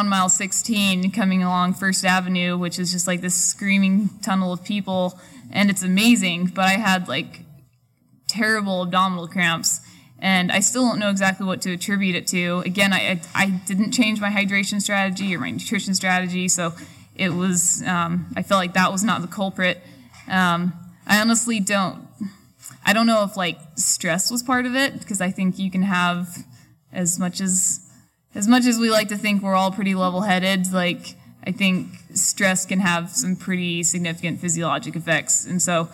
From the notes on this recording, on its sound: We recorded this podcast in front of a live audience back back in early July at the Sports Basement in San Francisco. Before we opened it up to audience Q&A.